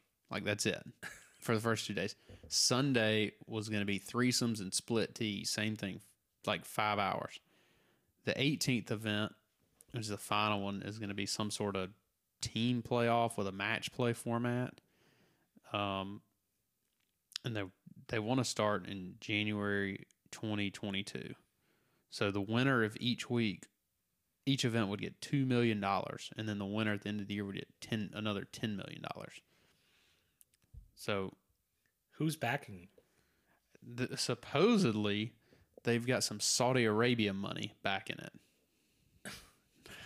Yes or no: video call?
no